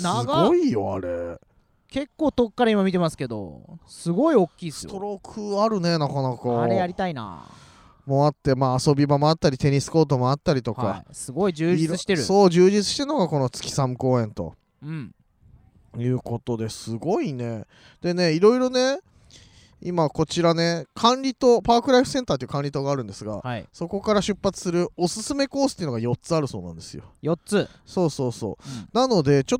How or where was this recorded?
outdoors